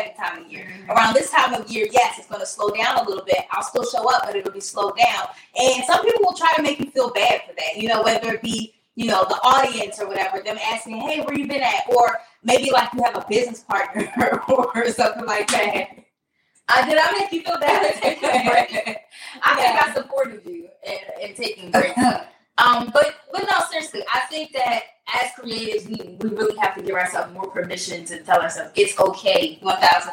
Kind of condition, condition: fault, poor sound quality